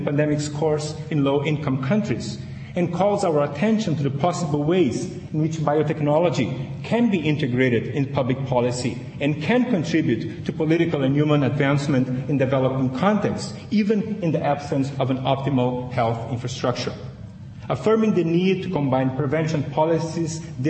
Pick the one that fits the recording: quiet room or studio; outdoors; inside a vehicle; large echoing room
large echoing room